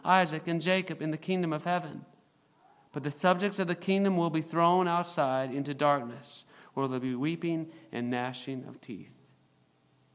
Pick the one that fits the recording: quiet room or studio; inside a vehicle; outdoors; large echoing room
large echoing room